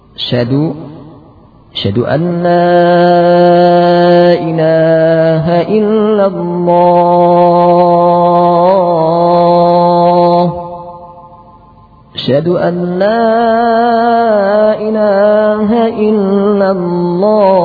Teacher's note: membuang hamzah dan ha sehingga menjadi syadu